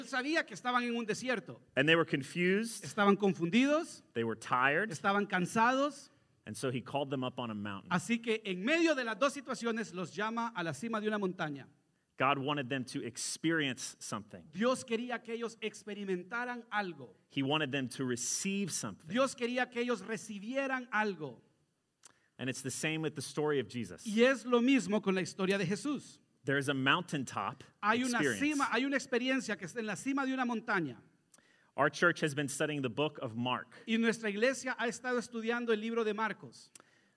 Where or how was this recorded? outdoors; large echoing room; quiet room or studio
large echoing room